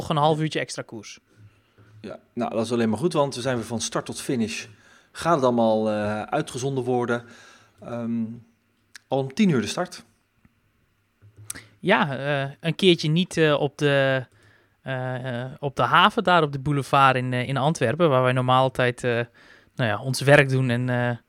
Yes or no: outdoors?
no